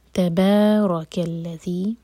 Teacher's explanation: تا لائٹ، با لائٹ، کیف لائٹ، بیچ میں جو را ہے اس کو ہیوی کرنا ہوگا. تبارک الذی، ذال، زبان ہماری اوپر والے دانتوں کو ٹچ کرے گی اور تھوڑی سی ٹپ باہر ہوگی.